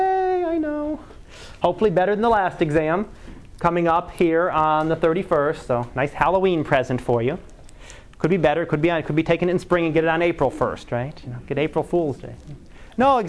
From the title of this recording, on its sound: Live Class Lecture